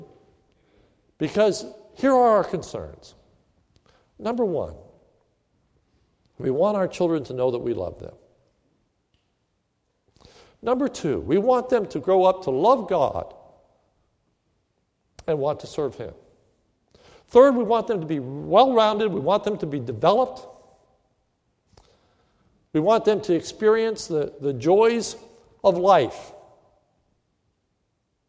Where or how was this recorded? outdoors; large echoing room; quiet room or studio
large echoing room